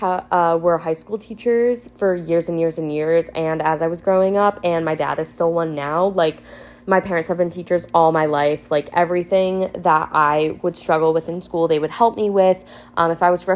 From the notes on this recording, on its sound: I decided to take a stab at rambling into my iPhone's mic and start a pod of my own.